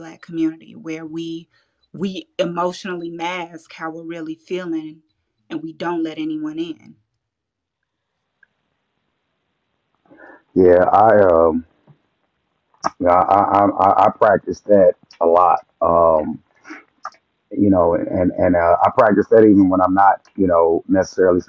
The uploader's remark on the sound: a Live co-ed group session from TBOC Podcast Clubhouse group